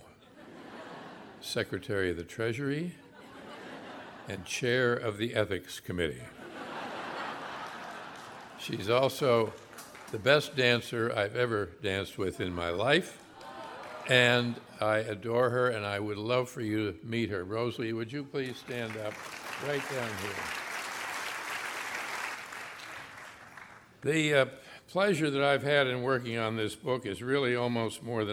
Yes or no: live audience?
yes